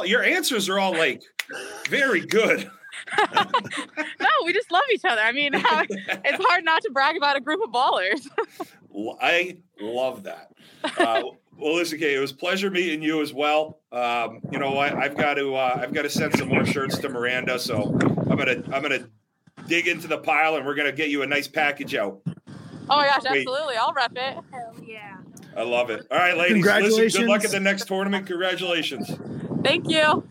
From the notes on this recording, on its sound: the first live in-game interview